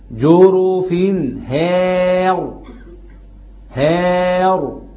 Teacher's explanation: فتجاور الحروف ما يلخبطكش، كل حرف تديله حقه ومستحق. جروف هار هار، الهاء مرققه والراء مفخمه